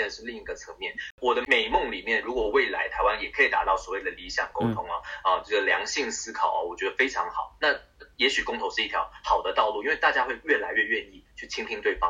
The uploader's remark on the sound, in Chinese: 抱歉由於越洋訪問所以今天收音出了問題